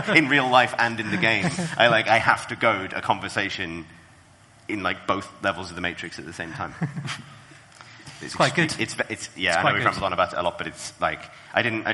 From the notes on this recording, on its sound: Live from Rezzed! Plus: real live questions!